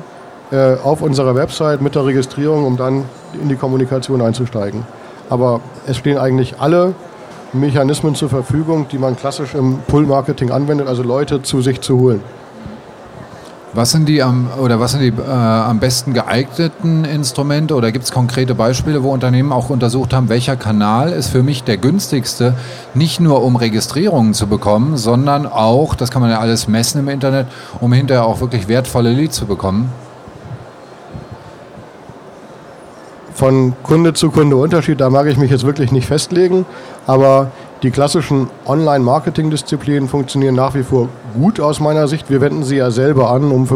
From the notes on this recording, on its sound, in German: Dieses Webinar fand live auf den mailingtagen statt.